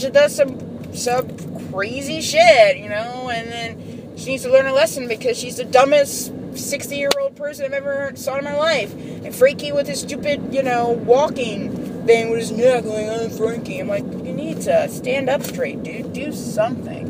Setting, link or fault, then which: setting, inside a vehicle